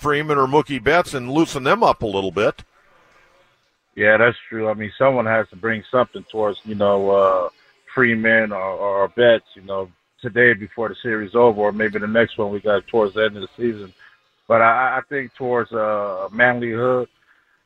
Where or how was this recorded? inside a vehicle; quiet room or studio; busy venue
busy venue